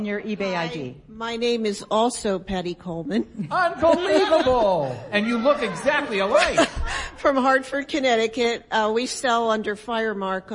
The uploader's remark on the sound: Live from eBay Open 2018 at Mandalay Bay in Las Vegas, NV: audience participation and party favors. Members of our live audience shared their best 1-minute selling tip.